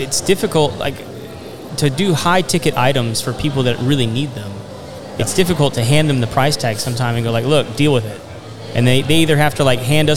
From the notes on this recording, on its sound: Live from Rowdy’s in Spring, TX with The Contractor’s Network. We had a chance to sit down with many business owners who are experts in their field.